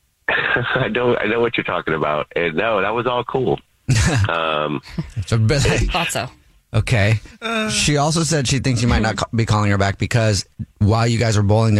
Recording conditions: phone line